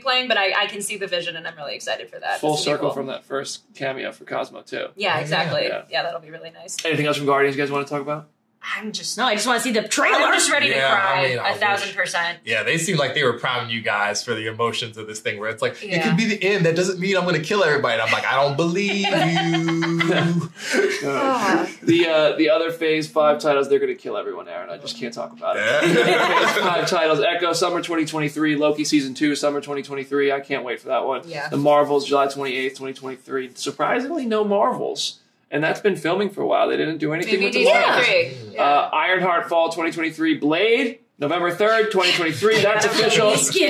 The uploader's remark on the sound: Marvel Comic-Con Panel. Live from San Diego Comic-Con.